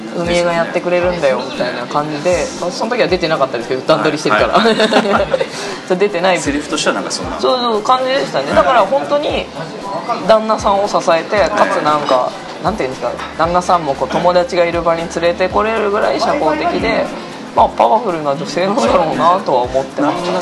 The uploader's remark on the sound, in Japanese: 今回も東京の某所で収録しております。都内の某喫茶店での収録ですので、音声につきましては、雑音、多少お許しいただければと思います。